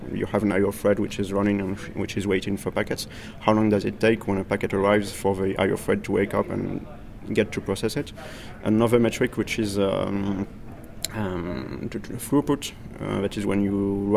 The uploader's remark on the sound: An interview recorded at PyCon 2010, Atlanta